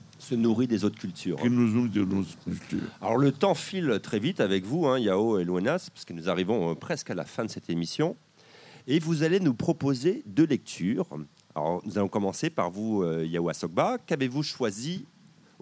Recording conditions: outdoors